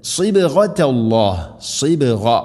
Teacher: സ്വാദ് ഉച്ചരിക്കുന്ന സമയത്ത് നാവിൻ്റെ മധ്യഭാഗം അണ്ണാക്കിലേക്ക് ഉയർന്നു നിൽക്കണം, സ്വരഭാരത്തിൽ ഉച്ചരിക്കേണ്ട അക്ഷരമാണ് സ്വാദ്.